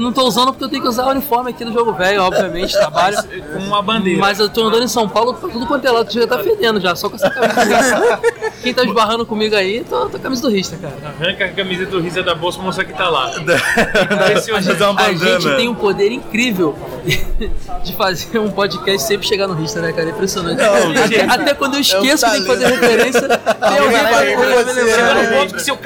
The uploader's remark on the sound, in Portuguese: Lendas presentes na #BGS2018. Em nosso último podcast gravado na #BGS2018.